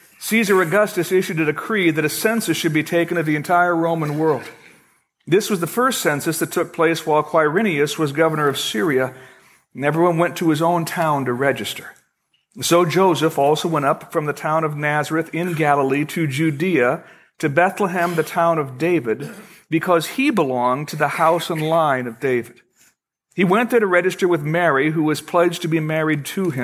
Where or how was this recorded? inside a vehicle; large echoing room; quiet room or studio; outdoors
large echoing room